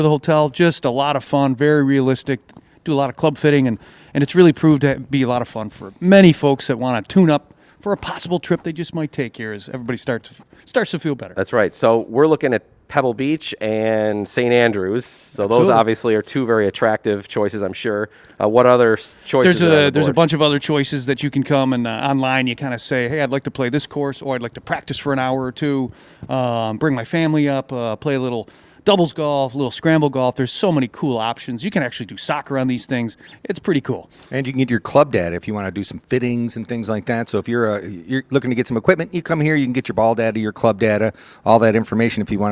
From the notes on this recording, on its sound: The gang is live from Glen Oak Golf Club!